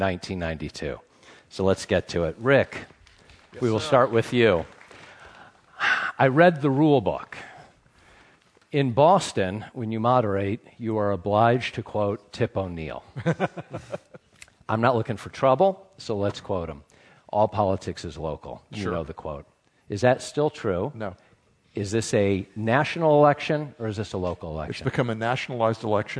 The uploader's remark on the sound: Live from Harvard's Kennedy School. This is a special live edition of Political Wire Conversations. I hosted an outstanding live event and discussion at Harvard’s Kennedy School.